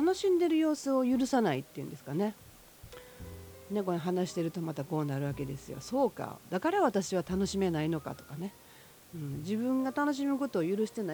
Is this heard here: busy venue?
no